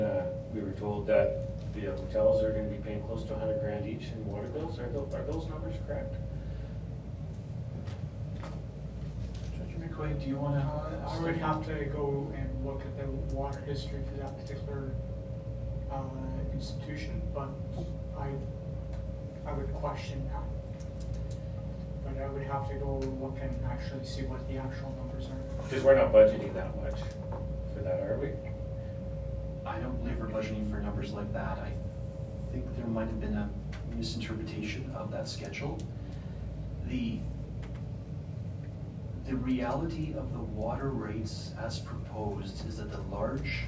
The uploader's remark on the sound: Regular Council Meeting for the Town of Peace River. The audio begins at the beginning of the meeting and ends as Council moves into closed session.